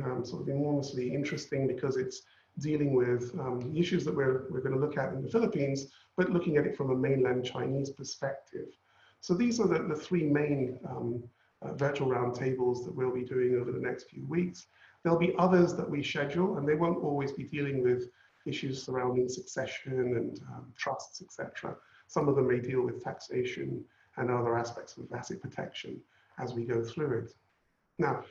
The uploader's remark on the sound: Webinar audio recording dated 20 May 2020.